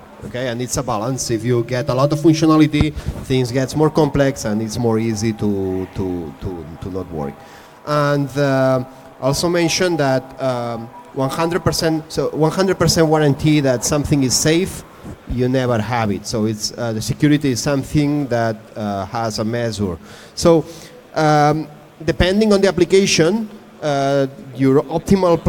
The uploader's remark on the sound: 34C3-chaoswest. They are congregating on the Chaos West Stage.